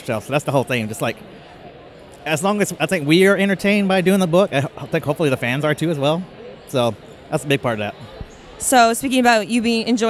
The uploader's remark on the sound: Interview at New York Comic Con NYCC 2016